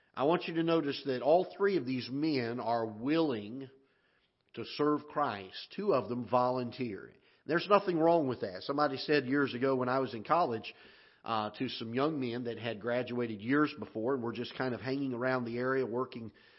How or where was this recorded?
large echoing room